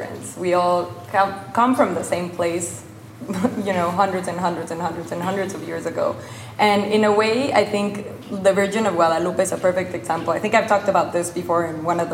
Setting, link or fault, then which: setting, live audience